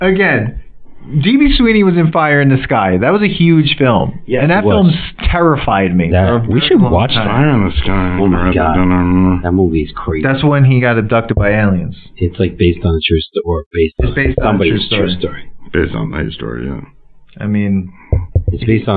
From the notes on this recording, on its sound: The boys watched The Cutting Edge together before recording in-person. This is a classic tangent filled hangout with all the classic indie-podcast sound issues.